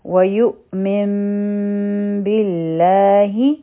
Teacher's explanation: به اقلاب وی او دا د نون ساکن قاعده ده نو د نون ساکن نه پس چې هر کله بار راشي نو نون په میم کې بدل شي